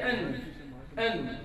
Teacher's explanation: إعطاء توسط النون من حيث الطول الصوتي